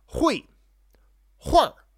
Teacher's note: there's a little bit of a dropping of the E sound there.